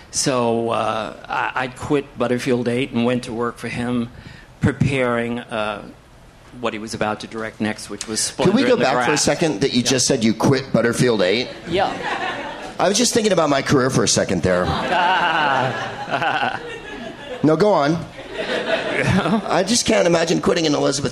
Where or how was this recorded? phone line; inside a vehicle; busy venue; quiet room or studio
busy venue